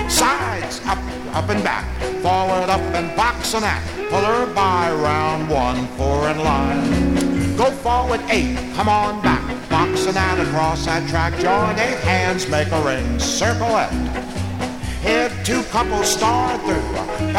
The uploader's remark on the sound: Track six, record THREE from the 1964 Blue Star Jubilee Square Dance held in the Sam Houston Auditorium.